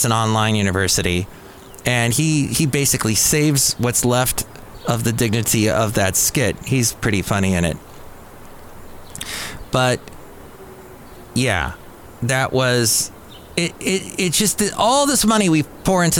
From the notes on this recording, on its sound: podcasts live from Café Anyway